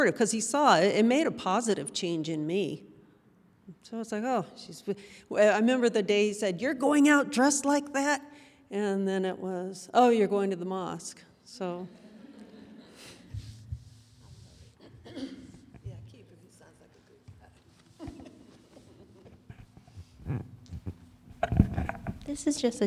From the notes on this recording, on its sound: Q&A Discussion Circle w/the Imam. Takes questions from the congregation.